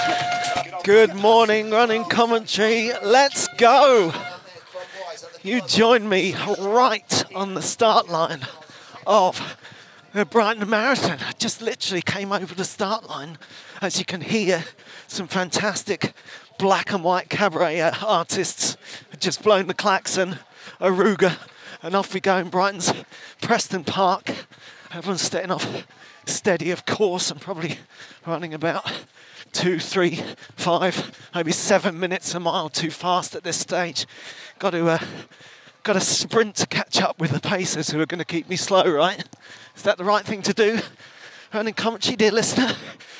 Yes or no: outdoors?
yes